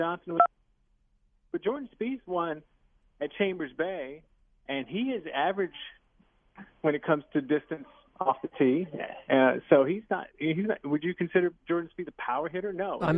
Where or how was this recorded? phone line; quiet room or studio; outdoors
phone line